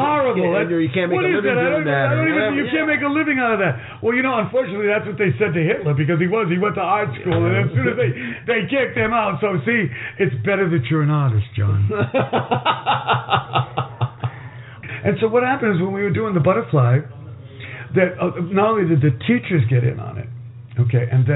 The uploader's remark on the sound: our lively "Firefly Willows Roundtable" goes on location at Burning Man Decompression